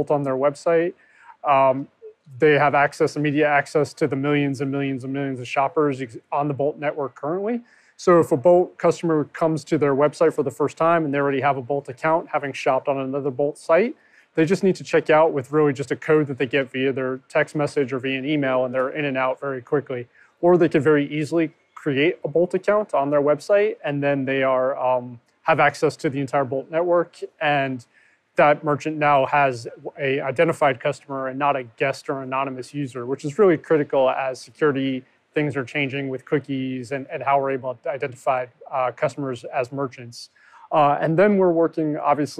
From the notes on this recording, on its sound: a live chat at NRF 2020